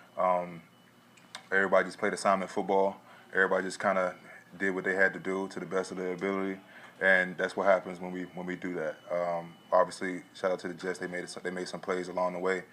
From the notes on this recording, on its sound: addresses the media during his postgame press conference on Sunday, September 24, 2023